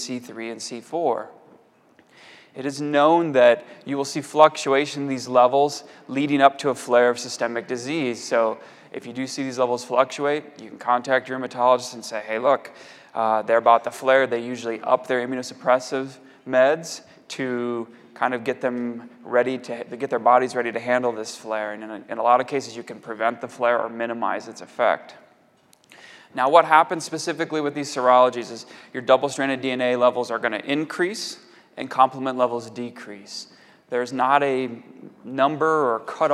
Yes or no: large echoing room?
yes